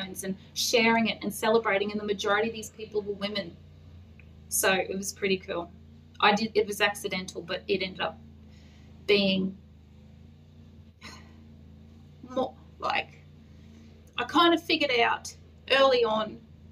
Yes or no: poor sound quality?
yes